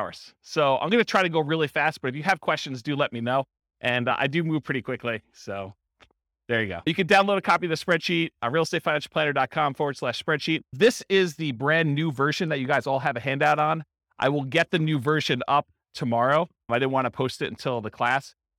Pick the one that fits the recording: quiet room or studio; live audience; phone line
live audience